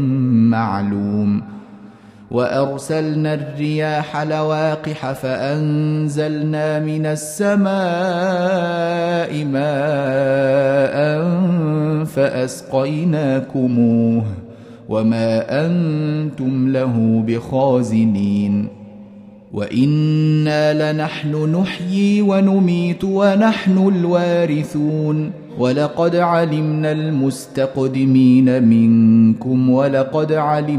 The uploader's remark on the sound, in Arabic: مسجل من صلاة التراويح بمسجد السلام بحي مشرفة بجدة.